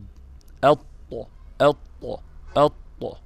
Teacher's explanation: فالطاء أقوى، أقوى درجة في الإطباق، يلي الطاء الضاد والصاد، الضاد والصاد.